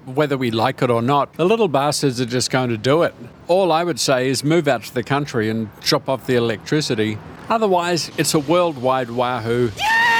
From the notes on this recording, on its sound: live hang out at Sydney Skeptics In The Pub